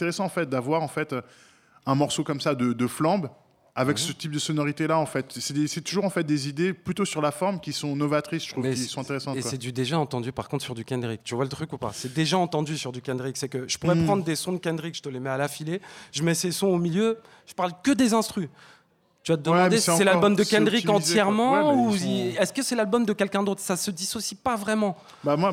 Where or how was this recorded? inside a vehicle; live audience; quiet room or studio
live audience